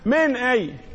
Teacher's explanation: ظهرت النون في حضرة الهمزة، من أي، تألقت النون. · Term: الإظهار